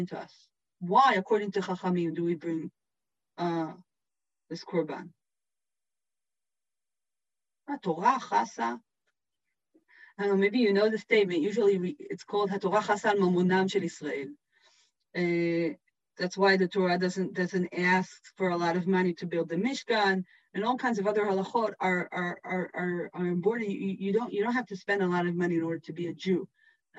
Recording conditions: video call